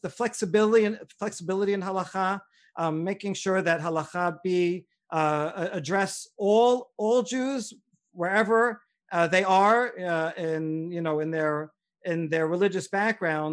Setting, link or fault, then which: link, video call